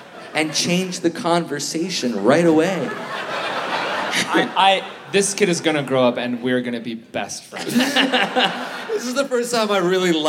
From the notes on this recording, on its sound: Live in Vancouver! Recorded Live at the Vogue Theater as part of Just For Laughs: Vancouver!